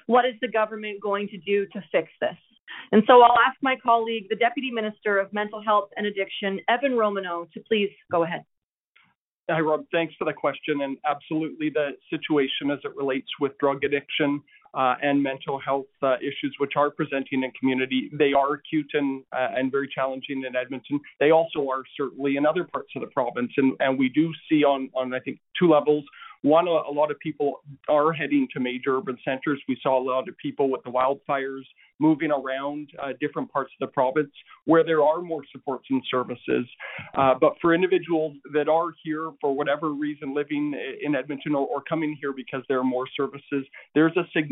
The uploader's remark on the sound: Health care professionals participated in a telephone town hall.